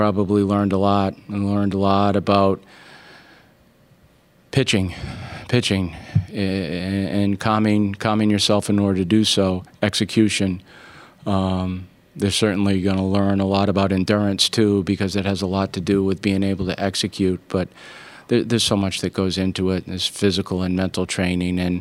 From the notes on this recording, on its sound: postgame, CWS Final press conference